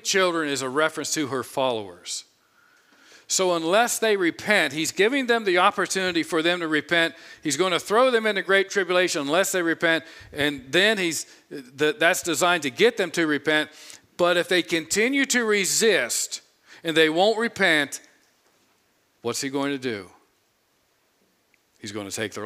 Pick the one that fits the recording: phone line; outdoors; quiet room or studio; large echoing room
large echoing room